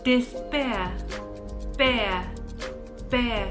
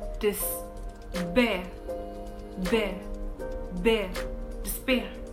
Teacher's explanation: 注意一下这边的这个 P 的音发的是它的浊辅音 B, B. Despair, bear, bear, despair.